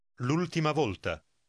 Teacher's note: the first word, with the apostrophe, is pronounced just as if it were all one word